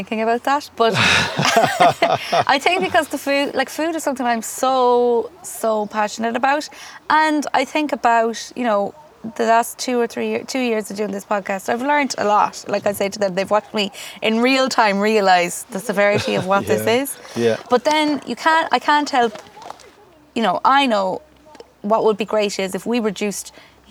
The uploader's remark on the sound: Venture outdoors and record this special episode, on-location in the farmyard at Green Earth Organics in Corrandulla, Co. Galway.